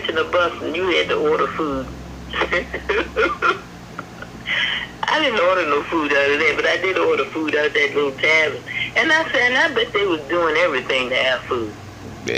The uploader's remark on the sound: A phone conversation with my grandma